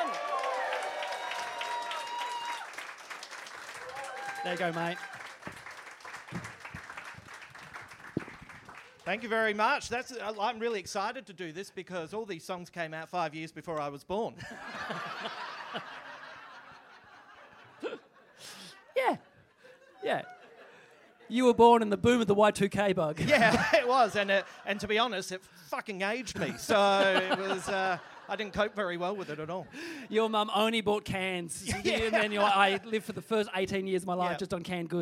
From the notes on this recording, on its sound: The very first live 100% Hits Vol Pod recorded at The Basement Comedy Club at the European Bier Café.